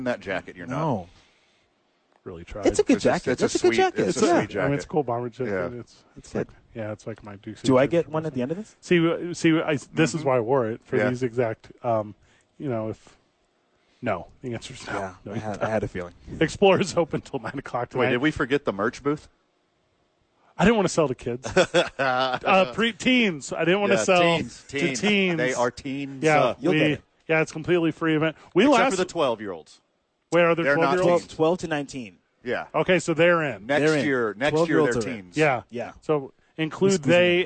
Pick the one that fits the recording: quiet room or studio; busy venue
busy venue